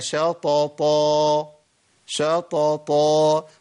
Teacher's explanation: عشان ما يمكنش المخرج الطاء مرتين، فايه يجيب واحد قوي حرف قوي طاء قويه والطاء الثانيه ايه ضعيفه شويه، الاثنين يا شيخ محركين بالفتح، دي طاء ودي طاء، ايه الفرق بينهم؟ الثانيه اقوى شويه لان في الف بعديها